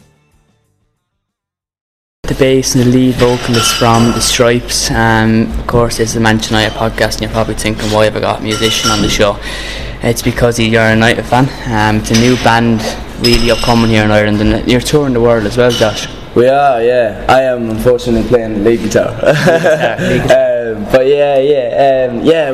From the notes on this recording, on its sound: I was invited to a sound check.